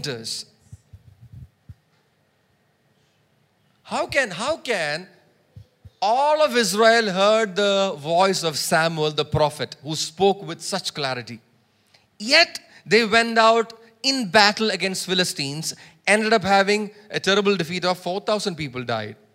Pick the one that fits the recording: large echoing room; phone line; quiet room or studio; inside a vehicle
large echoing room